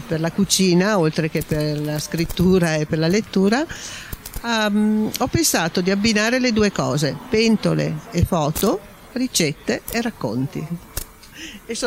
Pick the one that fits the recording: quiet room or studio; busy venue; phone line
busy venue